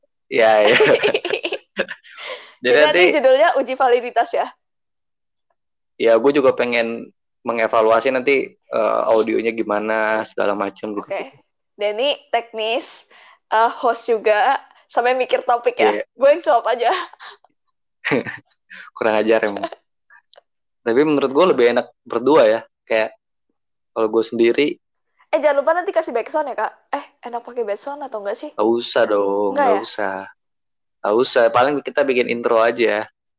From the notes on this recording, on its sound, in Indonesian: kami masih tes mic